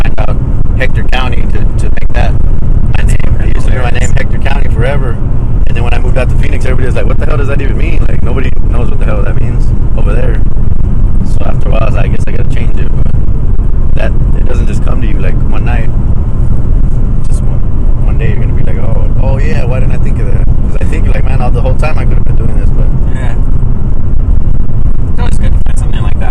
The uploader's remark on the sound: Carcast. This was recorded after the first two shows on the way to San Antonio.